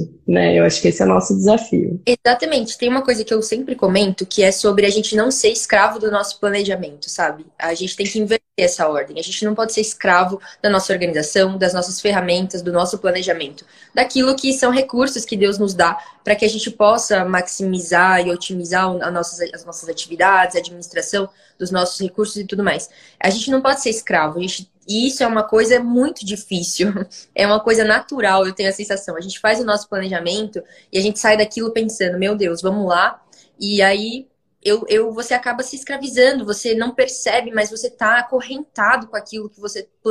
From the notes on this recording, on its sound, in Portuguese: uma live no seu Instagram regada a café